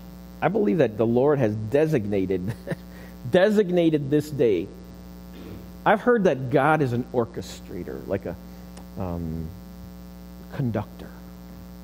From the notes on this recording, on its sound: Recorded live at the Alabama Full Gospel Fellowship church. 5329 Gravel Rd., Medina, New York 14103.